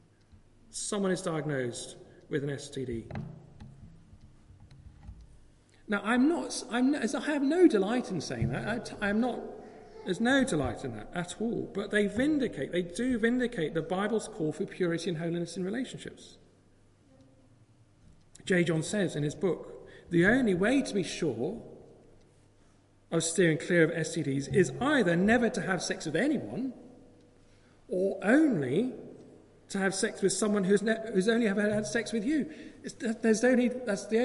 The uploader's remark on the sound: Live. Christ Church, Bayston Hill (UK).